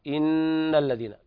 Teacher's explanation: وهنا إن حرف أغن مشدد، يغن بمقدار حركتين